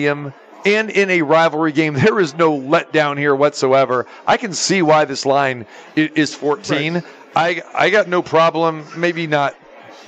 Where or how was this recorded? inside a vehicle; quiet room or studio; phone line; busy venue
busy venue